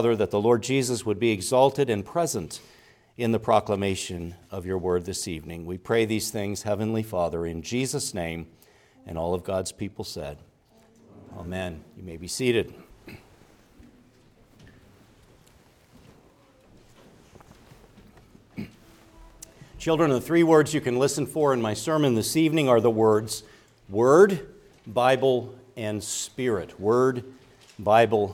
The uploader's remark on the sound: Preached at Grace Orthodox Presbyterian Church in Sewickley, PA, during the evening Worship Service on Sunday, January 14, 2024.